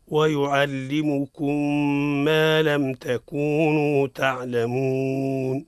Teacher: لابد نبين الإظهار في الميم